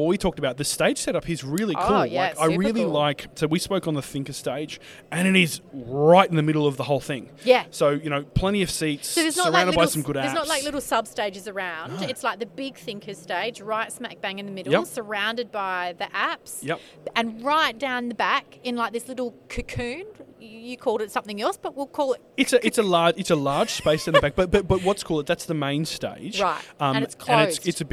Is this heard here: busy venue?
yes